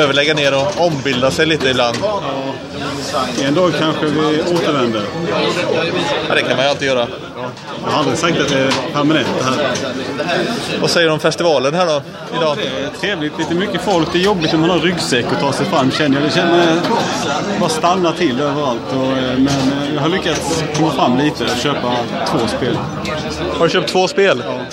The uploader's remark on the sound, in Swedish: Retrospelsfestivalen – Live. Live-inspelat podavsnitt där vi besöker Retrospelsfestivalen i Malmö den 10 oktober 2015. Spontanintervjuas i cafeét.